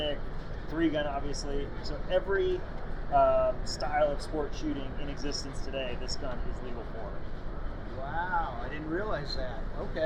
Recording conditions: background noise